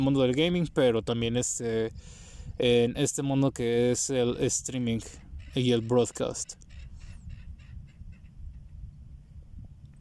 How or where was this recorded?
outdoors